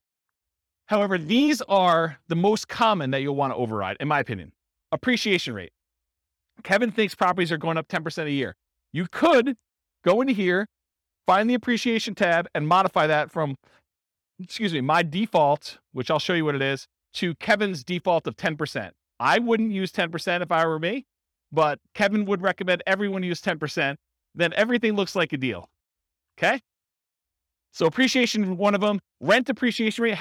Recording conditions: live audience